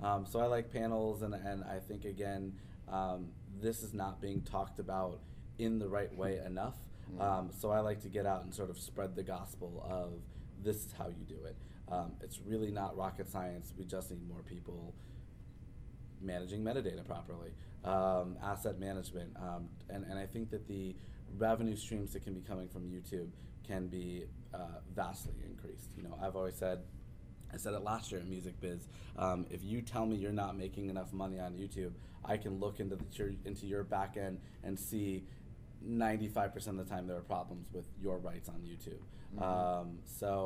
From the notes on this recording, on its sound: leads this interview while at the Music Biz Conference in Nashville